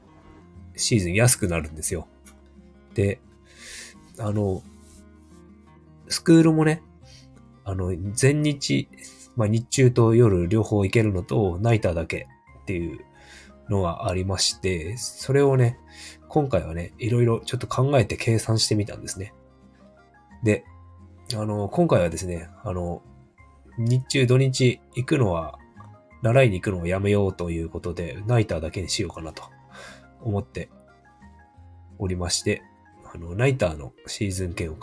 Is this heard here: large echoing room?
no